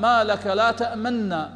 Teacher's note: ولا تأمنا، تأمنا تقرأ على وجهين، إما الإدغام بلا إشمام ما لك لا تأمنا، أدغمت النون المضمومة مع النون المفتوحة فصارت مشددة